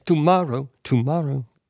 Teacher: So I took, and I just was able to put Tomorrow, which has da-da-da, all over the place. With the emphasis on the middle syllable.